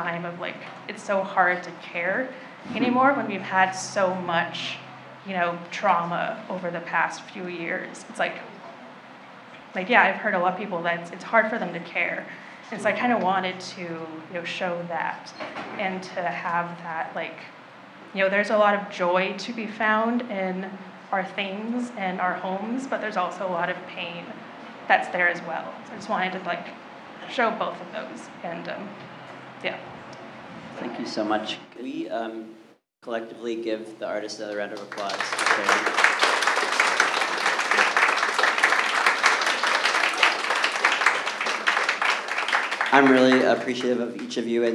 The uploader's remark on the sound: A live recording from the Peace, Be Still art reception.